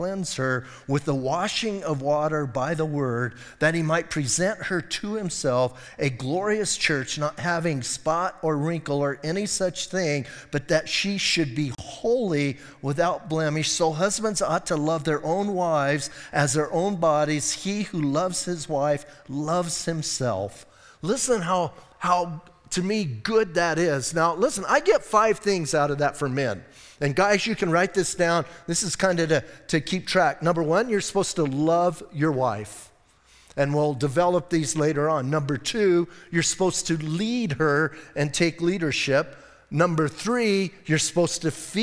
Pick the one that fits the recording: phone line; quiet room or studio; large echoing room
large echoing room